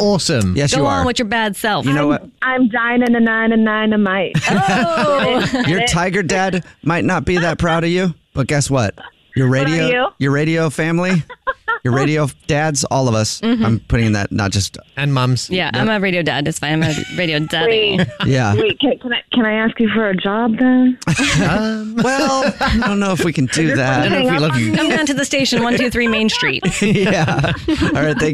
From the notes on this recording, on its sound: Someone one the phone.